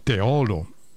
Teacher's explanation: tu dici O chiusa, ma è una O aperta